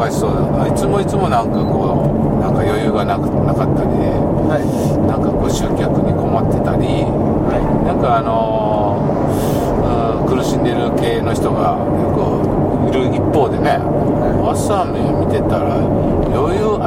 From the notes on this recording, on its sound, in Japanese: ドライビング対談収録をいたしました